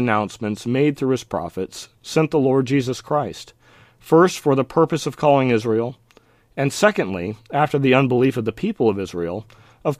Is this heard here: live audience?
no